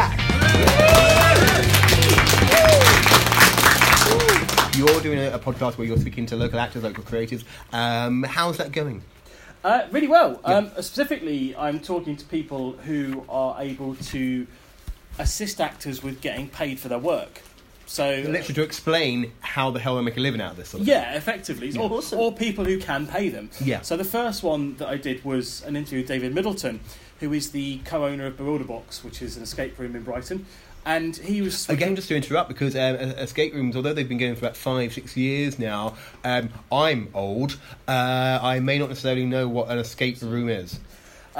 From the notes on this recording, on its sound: Recorded LIVE at Sweet Dukebox.